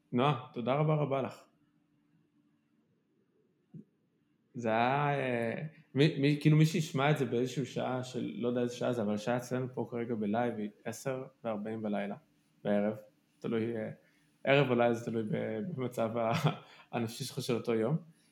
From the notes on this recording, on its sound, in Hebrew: הפרק הזה הוקלט במטרה להיות הפרק הרביעי בפודקאסט שינויים קבועים, ולכן אולי הפורמט והסאונד עלולים להרגיש לכם טיפה ״שונים״ מהפרקים האחרים.